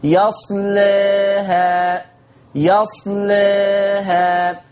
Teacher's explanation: طب لو انت هتقلل الألف يصلها، يصلها، شوفوا عشان اعمل تقليل للألف رققت اللام